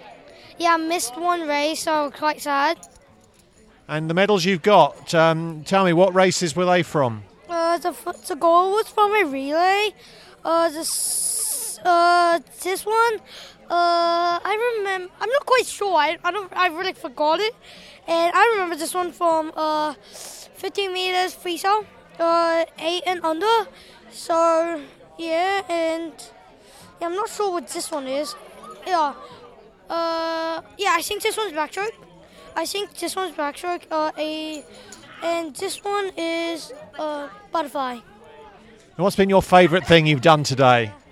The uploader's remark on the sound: Every year Abbotsleigh Swim Club runs a meet for younger swimmers, many of whom have never raced at a carnival before. On Sunday 5th August we took a microphone to this year’s event to soak up the vibes.